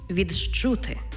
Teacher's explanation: «Ди» і «чи». Коли вони стоять поруч, утворюється звук «джи-чи».